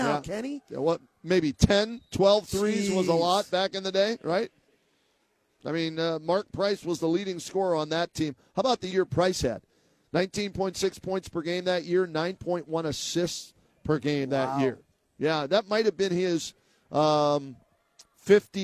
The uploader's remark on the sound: live from Rocket Mortgage Fieldhouse